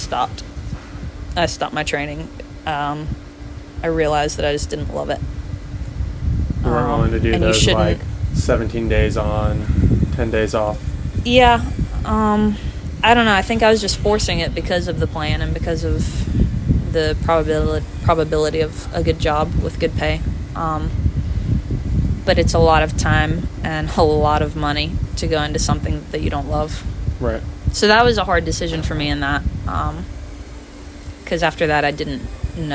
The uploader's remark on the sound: We recorded outdoors, sitting on a deck at beach week. As long as you don't mind the wind and the sound of construction in the background.